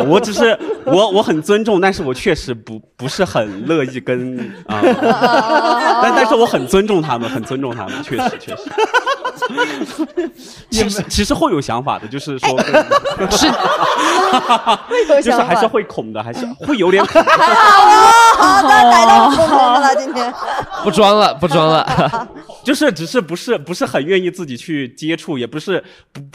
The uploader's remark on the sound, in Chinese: 本期录制时送给现场观众。来自昆明的喜剧演员在这个乐子人客厅广交朋友。